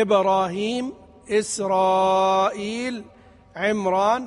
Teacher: إبراهيم، إسرائيل، عمران، هذه أسماء أعجمية ولا ترقيق فيها. واحد يقول عمران اسم عربي أصل أعجمي، لكنه يعني يستعمل كمشتق في كلام العرب من عمرة، يعمر عمران وعمران.